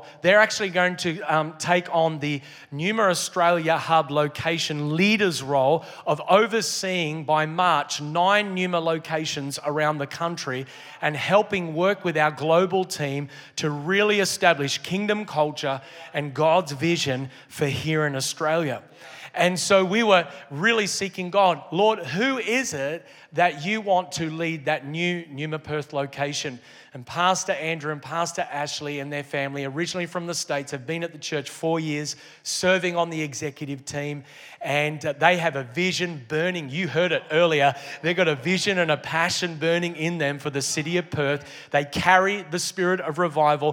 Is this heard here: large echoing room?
yes